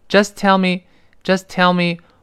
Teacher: just 读快之后那个 t 失去爆破了，因为后面 tell 有别的辅音了